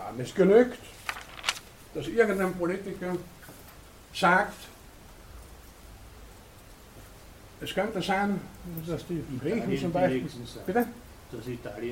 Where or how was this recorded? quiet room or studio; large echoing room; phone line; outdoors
large echoing room